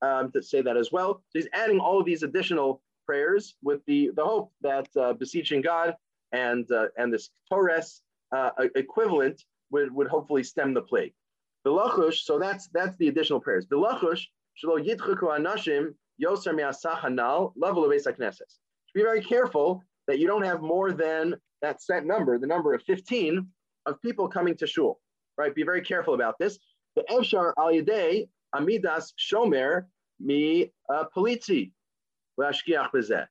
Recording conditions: video call